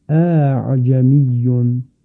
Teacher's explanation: برای راحت تر شدن تلفظ اون همزه دوم به تسهیل خوانده می شود، اعجمیون. خب این هم برای این هست که اون ثقالت، سنگینی و تیزی همزه کم بشه و همزه در تلفظ راحت تر انجام بشه تلفظش.